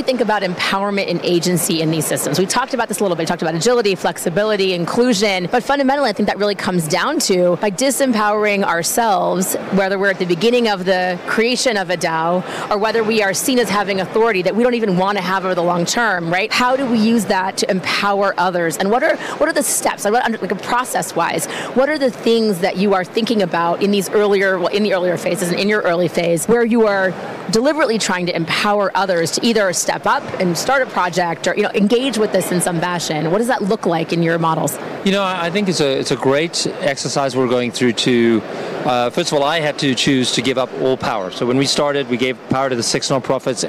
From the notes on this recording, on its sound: Live from Consensus in Austin, Texas